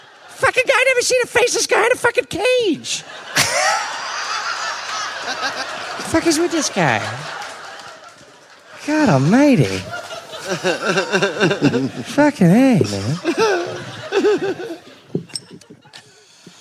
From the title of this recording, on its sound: Live in Melbourne